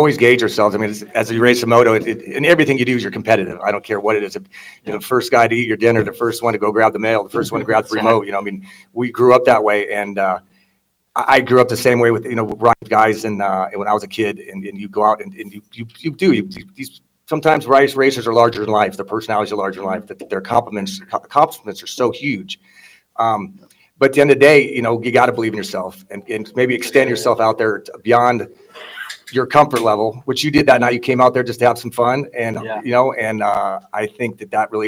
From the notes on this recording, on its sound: Tonight's show comes from interviews done at the Justin Brayton Shootout. At Pole Position Raceway in Grimes, Iowa.